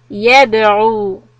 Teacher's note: Ayah 12, the word يدعو، dal will be قلقلة، and عين will be from the throat, but the dhamma is from the mouth, and make it soft.